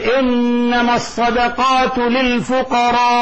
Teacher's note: ابن مسعود ينكر على الرجل لأنه قصر لفظ الفقراء الواجب المد · Term: مد متصل